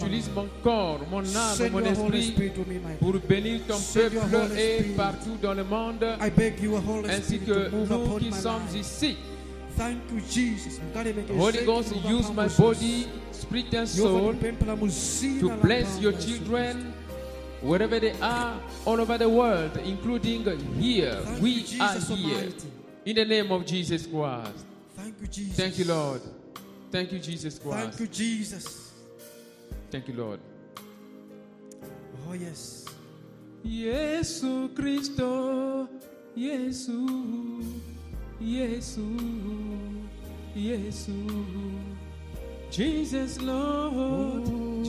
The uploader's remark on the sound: Sunday Live Service.